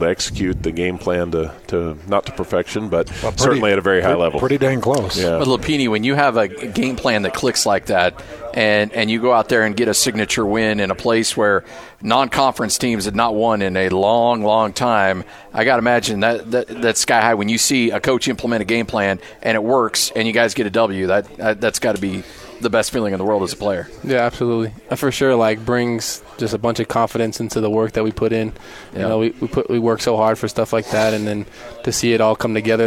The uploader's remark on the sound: live from BYU Football Media Day